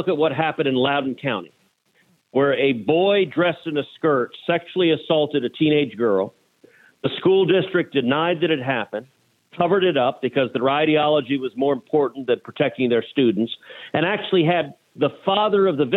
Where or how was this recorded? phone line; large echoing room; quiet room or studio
phone line